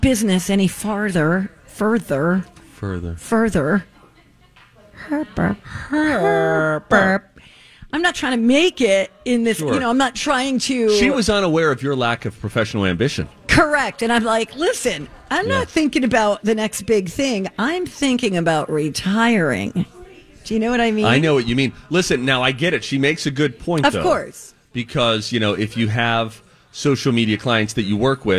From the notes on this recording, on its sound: Broadcasting live from Popped Corn in Minnetonka! It's our 16th Annual Santa Project.